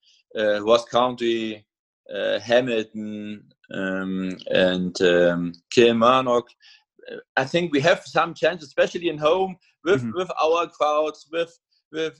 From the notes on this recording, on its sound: We caught up over Zoom to talk it all through.